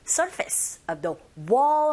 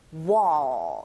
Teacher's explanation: Surface of the wall 하실 때 L 사운드, 다크 L 사운드예요. 혀끝이 윗니 뒤로 올라가서 딱 붙여주셔야 돼요.